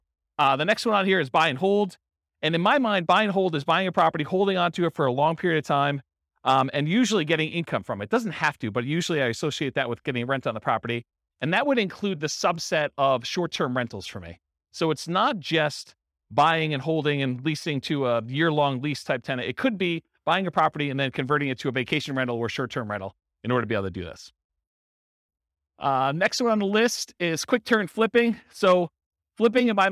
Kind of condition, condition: setting, live audience